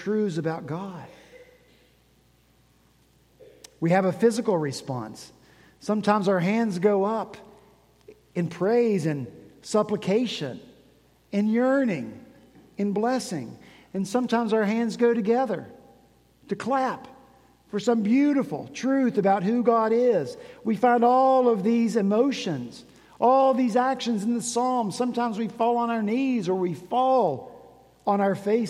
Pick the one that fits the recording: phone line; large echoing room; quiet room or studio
large echoing room